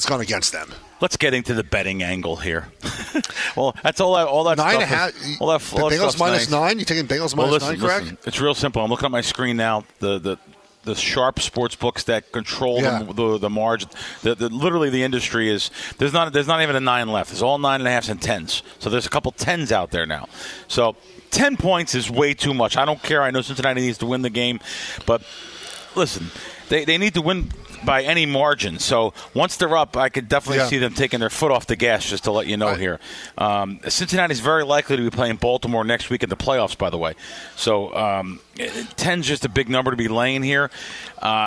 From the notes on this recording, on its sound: live from BetMGM's brand new sportsbook at Great American Ball Park in Cincinnati!